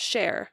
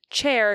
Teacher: So the fricative is being replaced by an affricate. · Term: affrication